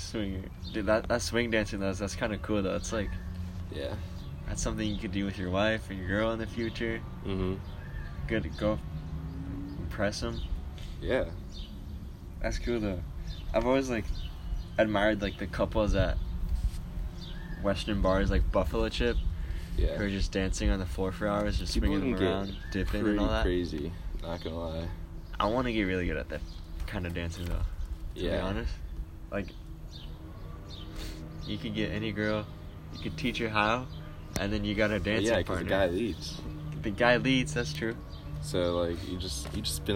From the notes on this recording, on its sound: Listen as we sit outside. TERRIBLE WIFI.